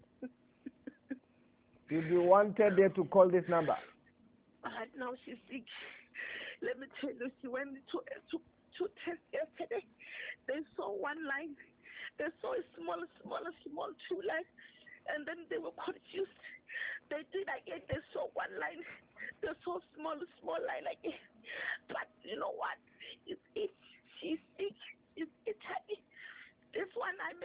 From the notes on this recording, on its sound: Deliverance over the phone in JESUS NAME.